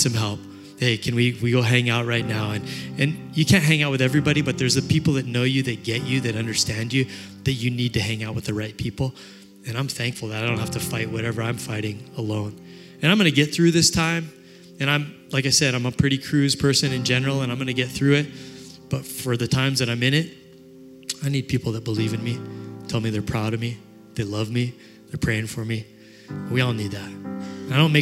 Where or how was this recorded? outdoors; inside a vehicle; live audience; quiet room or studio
live audience